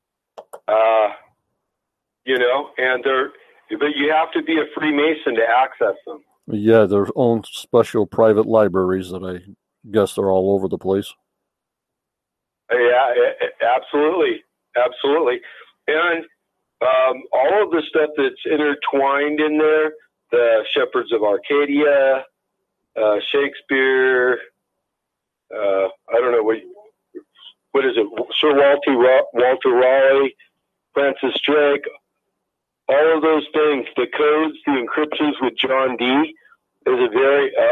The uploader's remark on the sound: on the Phone !